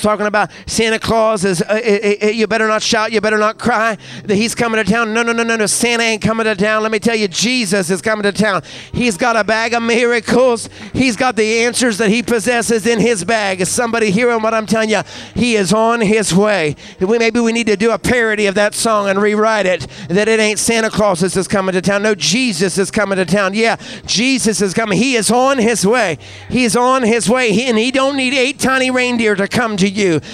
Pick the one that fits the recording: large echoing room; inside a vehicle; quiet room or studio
large echoing room